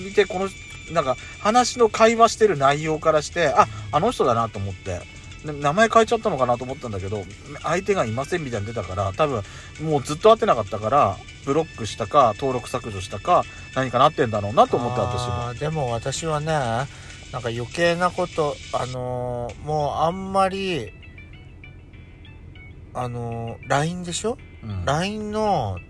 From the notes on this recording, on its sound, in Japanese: 2人組。パーキング収録。スマホ。